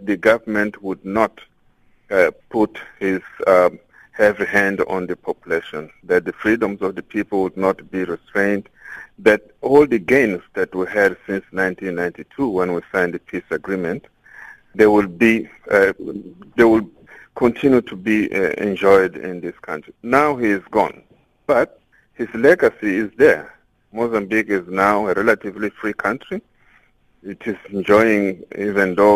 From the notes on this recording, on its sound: we are joined on the line